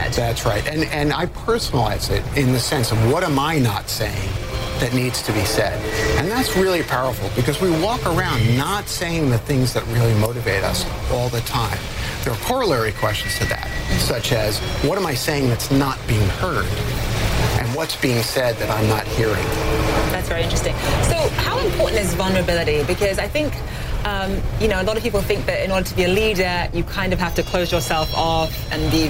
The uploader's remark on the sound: live from the New York Stock Exchange